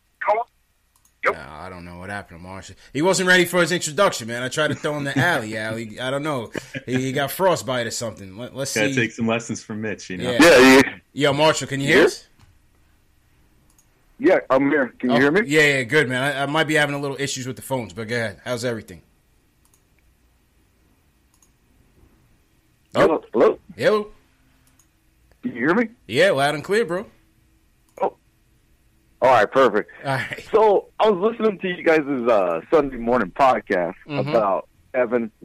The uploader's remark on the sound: take live phone calls from fans around the world